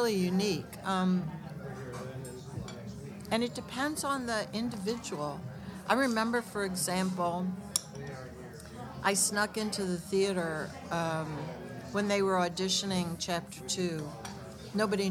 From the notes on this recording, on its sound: Coming to you live from Orso restaurant. While we eat some great food.